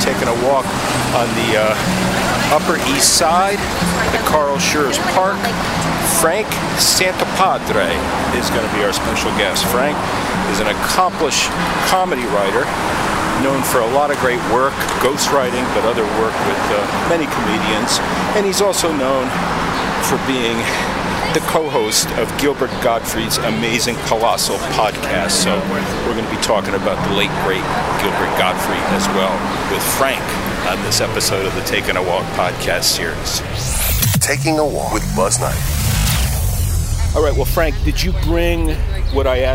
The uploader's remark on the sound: On the Takin A Walk Podcast. Walking and taking on the Upper East side of NY.